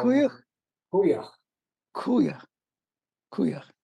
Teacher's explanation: You have the X at the end is a soft guttural sound at the back of your neck, back of your throat